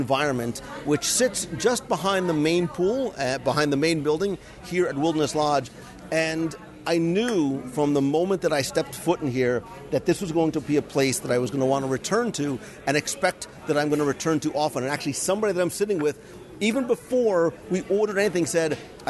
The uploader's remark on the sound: Geyser Point LIVE Review at Disney’s Wilderness Lodge. As part of the Copper Creek expansion to Disney’s Wilderness Lodge, the new Geyser Point Bar and Grill opened along the shores of Bay Lake.